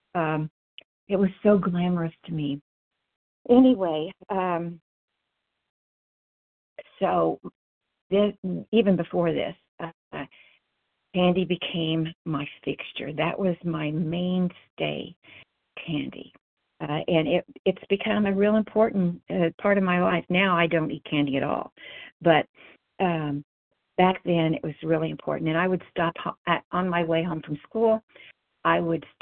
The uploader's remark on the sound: 100 Pounders Phone Meeting